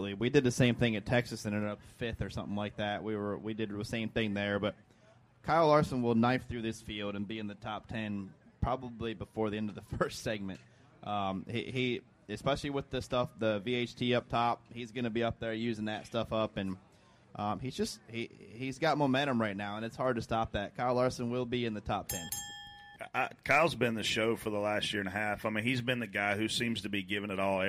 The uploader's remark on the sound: DBC is live from JRM Fan Day